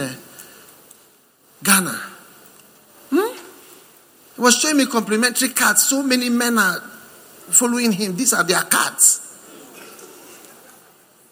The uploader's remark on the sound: Preached at the First Love Center, Accra.